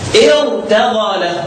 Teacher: يبقى في هذه الحاله برضه هفخم الراء رغم ان قبلها كسر، لان الكسر هنا عارض مش كسر اصلا